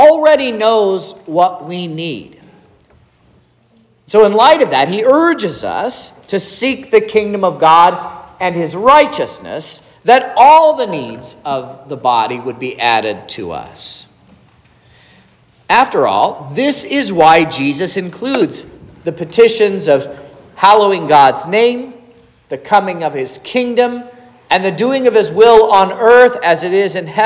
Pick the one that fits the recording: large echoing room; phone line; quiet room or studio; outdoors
large echoing room